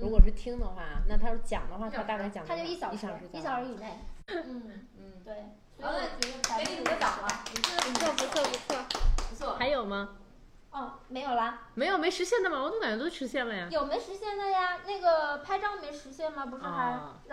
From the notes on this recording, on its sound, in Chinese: 本期因收音设备开小差，音质或有些许瑕疵。